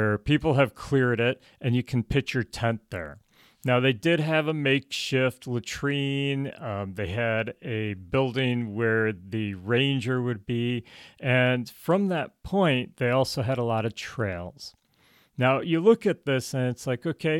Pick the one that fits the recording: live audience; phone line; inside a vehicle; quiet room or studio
quiet room or studio